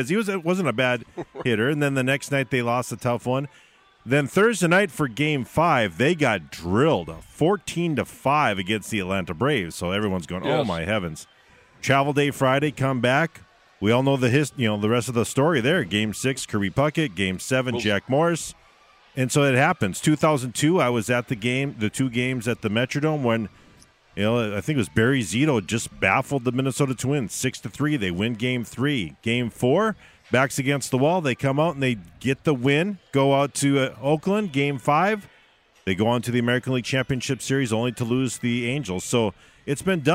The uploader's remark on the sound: broadcasted live from Buffalo Wild Wings